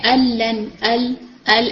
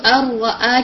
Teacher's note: اچھا پھر اس کے بعد اگر ہم دیکھیں تو جو مکمل ابغام ہے اس کے اندر کیا ہوتا ہے، اس کے اندر کیا ہوتا ہے کہ نون کس طرح سے اگلے حرف کے اندر ملتا ہے. نون اپنا مخرج اور کوالٹیز بالکل کمپلیٹلی چھوڑ دیتا ہے